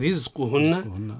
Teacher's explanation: الراء مرققة لأنها متحركة بالكسر